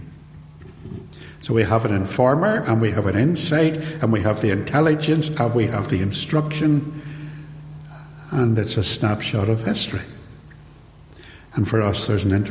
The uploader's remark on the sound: Sermon preached at Templepatrick Reformed Church